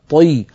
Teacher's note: ونفخم الطاء ولو كانت مكسورة طي لأن الطاء حرف مستعل مطبق